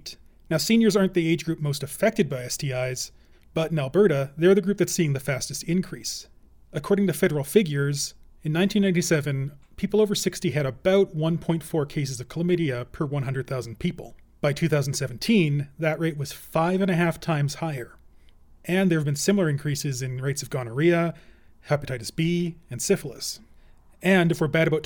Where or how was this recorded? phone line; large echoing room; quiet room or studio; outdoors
quiet room or studio